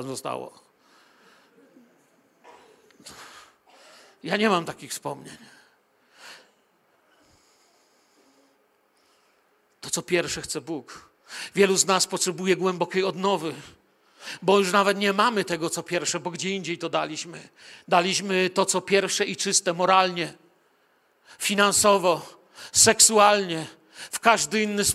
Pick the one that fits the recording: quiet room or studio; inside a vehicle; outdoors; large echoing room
large echoing room